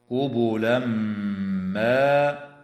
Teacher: ويدغم في الميم مع الغنة في قوله تعالى قبلا ما